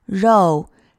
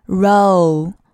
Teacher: 注意这个 row 它的元音的发音是双元音 “o”。一定要把口型做到位 · Shown in: second take